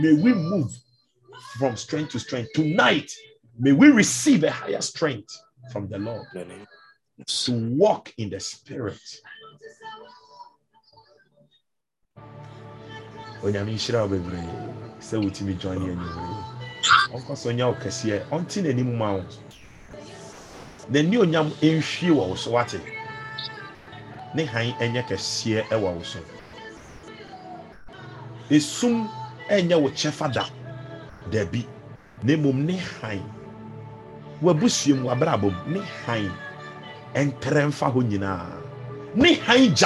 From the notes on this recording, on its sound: ZOOM SESSION